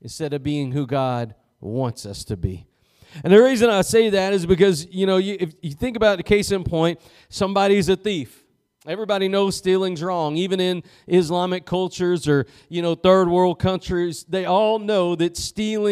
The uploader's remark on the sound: Preached at Gospel Lighthouse in Bossier City, La.